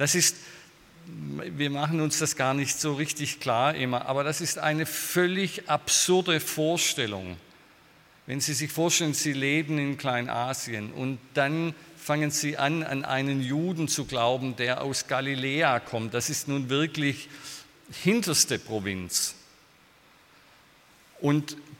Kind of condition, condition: setting, large echoing room